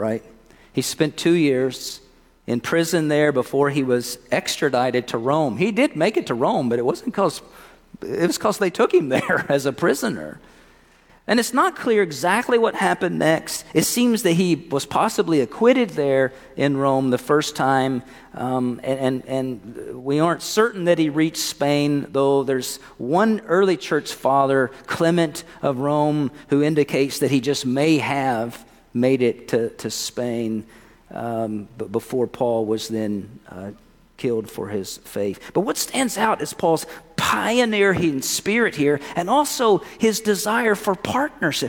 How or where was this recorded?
large echoing room